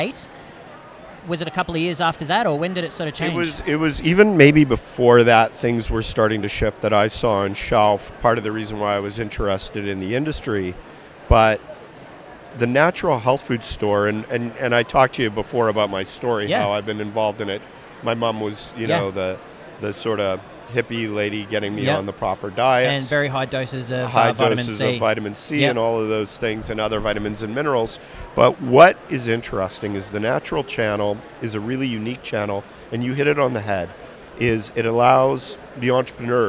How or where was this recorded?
busy venue